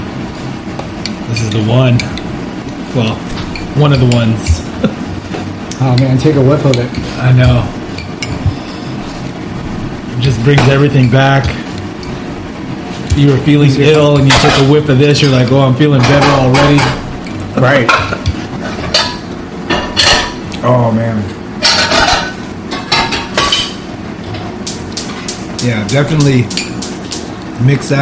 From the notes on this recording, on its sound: This is brought live and direct from the Chef's table. You will have to forgive the background sounds. Which catches some distortions from the back up mic.